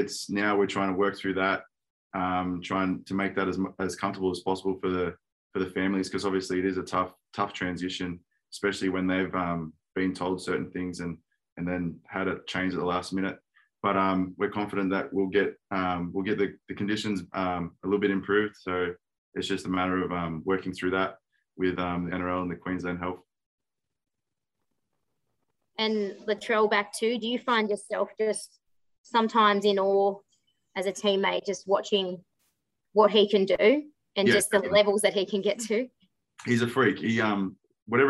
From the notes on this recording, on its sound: chat to the media via Zoom